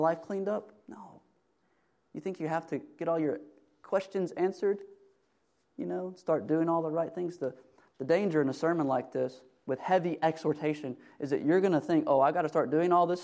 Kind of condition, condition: setting, large echoing room